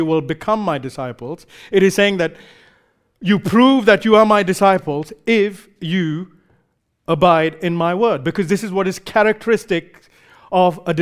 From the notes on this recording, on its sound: Recorded live at Grace Community Bible Church.